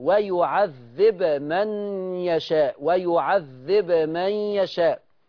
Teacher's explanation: هيظهر الباء ويعذب مع القلقلة، ما هو سكن الباء يبقى ترتب على سكون الباء القلقلة، ويعذب من يشاء، ويعذب من يشاء.